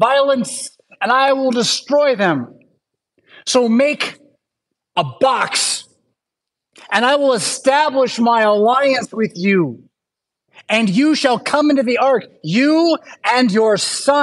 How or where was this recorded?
large echoing room